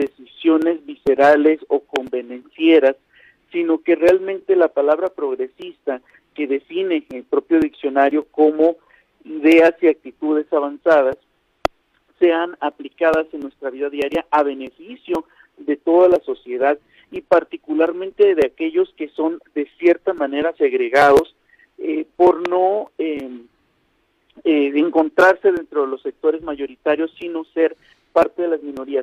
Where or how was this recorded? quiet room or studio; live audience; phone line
phone line